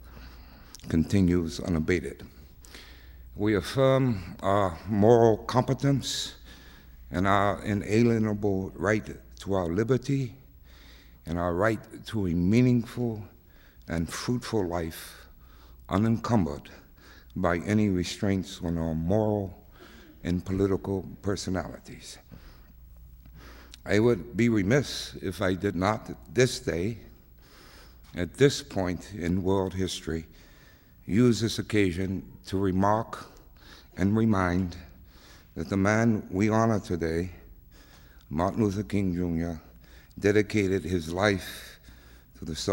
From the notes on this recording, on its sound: With a Poetry Center appearance. Participates in an extended audience Q & A.